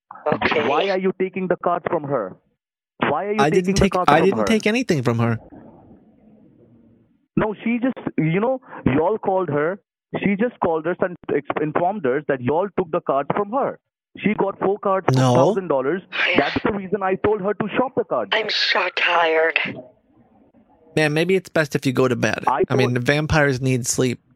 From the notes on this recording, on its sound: on the phone with multiple scammers